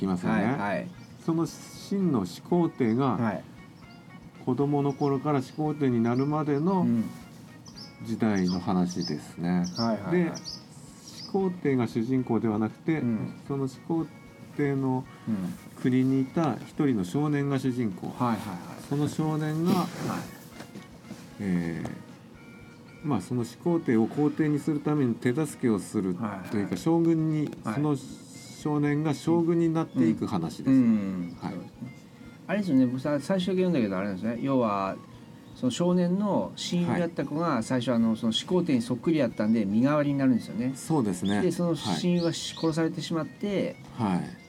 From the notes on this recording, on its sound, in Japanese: 収録時は金沢でキングダム展やってたんですが。今回も雑音多くてすみません。